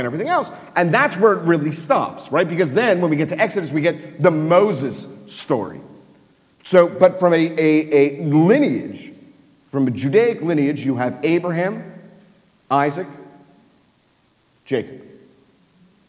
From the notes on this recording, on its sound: Live Interfaith Discussion. Come together for a live taping at St Mary's Episcopal Church.